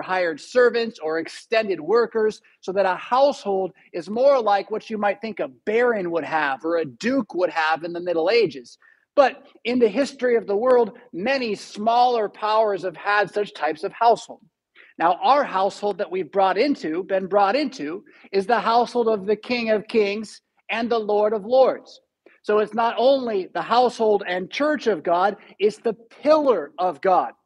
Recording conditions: large echoing room